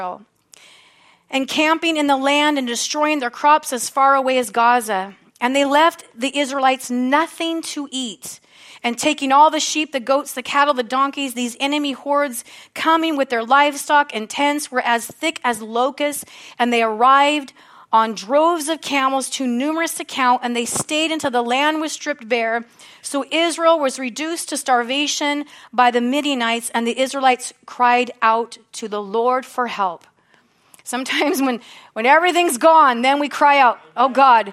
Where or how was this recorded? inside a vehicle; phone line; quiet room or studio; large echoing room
large echoing room